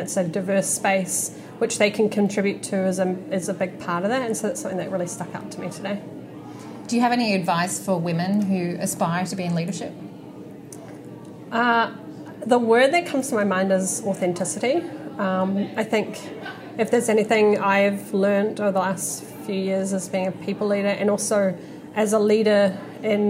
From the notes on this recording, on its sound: Live from Trans-Tasman Business Circle Women Leaders Summit.